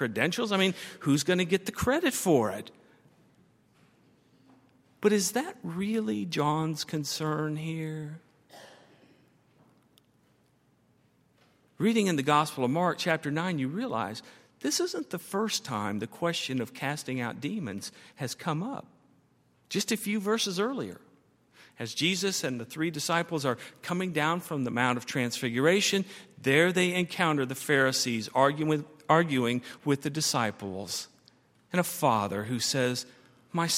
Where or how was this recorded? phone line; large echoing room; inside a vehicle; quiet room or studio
large echoing room